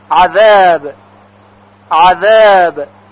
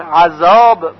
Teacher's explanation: سر زبان به نوک دندانهای ثنایای بالا برخورد میکنه · Shown in: first take · Term: ذال